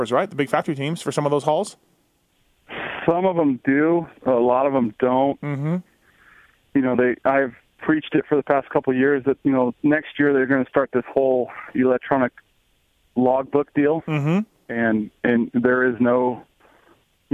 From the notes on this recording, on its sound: I call up Monster Kawasaki's truck driver